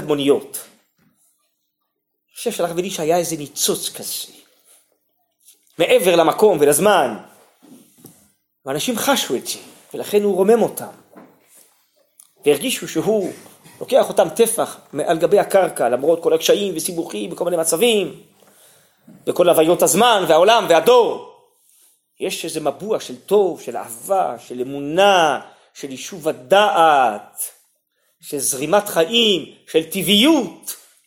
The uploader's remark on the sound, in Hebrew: הוקלט בישיבת שדרות